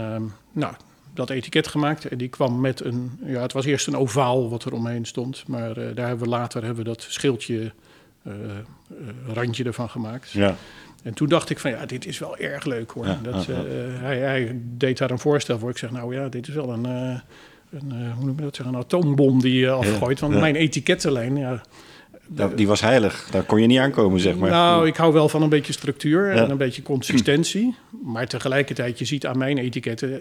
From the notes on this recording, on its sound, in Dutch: Eigenaar/brouwer van de Leidsche Bierbrouwerij in Leiden. Live opgenomen in de dit jaar 20-jarige brouwerij.